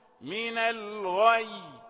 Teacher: هنا لما نيجي نقول قد تبين الرشد من الغي، ما نقولش الغي، لا نتخنهاش، من الغي، غين مع انها مفخمة ما سمحتش لها انها ايه تفخم اللي بعدها